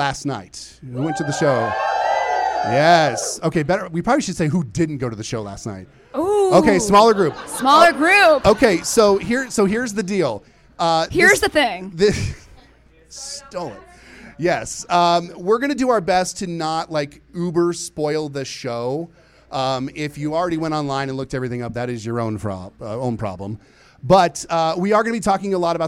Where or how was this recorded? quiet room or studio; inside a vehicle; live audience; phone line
live audience